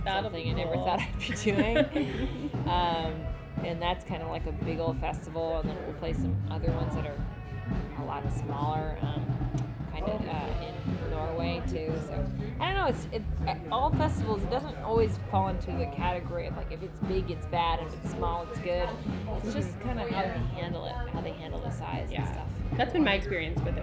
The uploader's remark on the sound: First try recording remotely, so be kind about janky transitions and auxiliary noise.